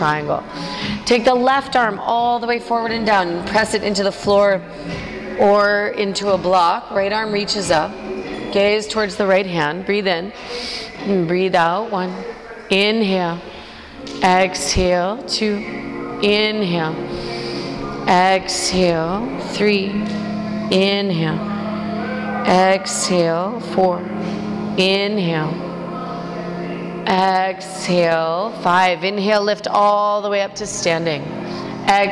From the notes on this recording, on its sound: Full length Jivamukti Yoga class, recorded in Union Square, NYC.